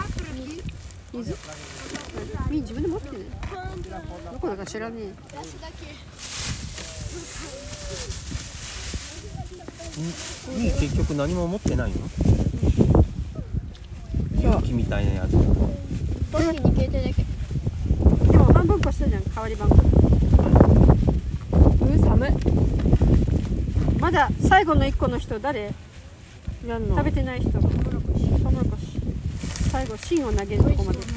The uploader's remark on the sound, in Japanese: Pedra Grandeの頂上から。第79回は、Atibaiaにある岩山Pedra Grandeの上で収録しました！片道2時間ちょっとの適度にハードな登山。正直すごく寒かったです！